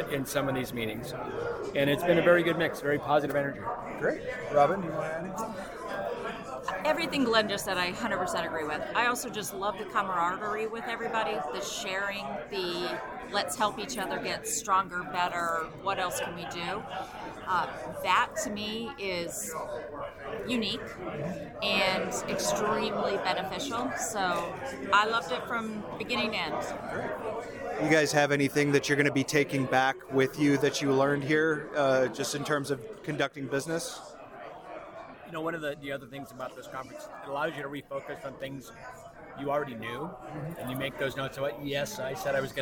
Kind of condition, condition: setting, busy venue